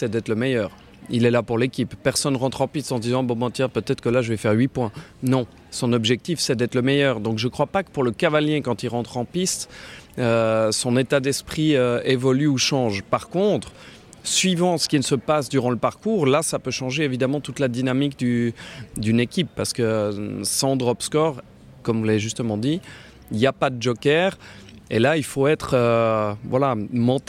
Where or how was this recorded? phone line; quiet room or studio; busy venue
busy venue